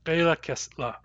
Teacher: we use la with a glottalized L